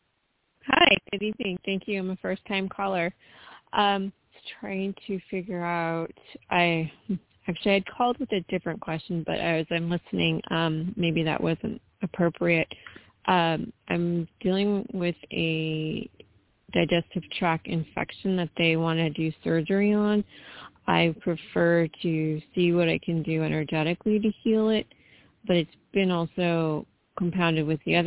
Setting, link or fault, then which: link, phone line